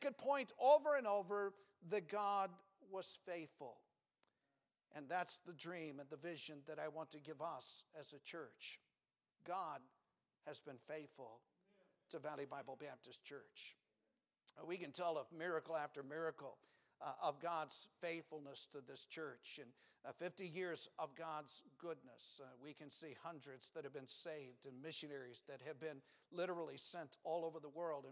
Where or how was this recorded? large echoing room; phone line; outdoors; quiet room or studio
large echoing room